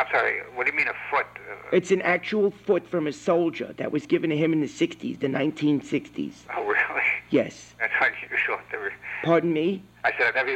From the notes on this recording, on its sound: RBCP's Personal Prank Phone Calls Collection